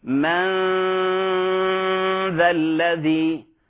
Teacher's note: فأغن وأجهز مخرج حرف الذال · Term: الغنة